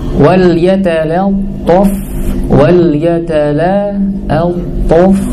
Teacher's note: Dia di situ yang pertama lam, yang kedua to. Lam itu tarkik, to itu tafhim.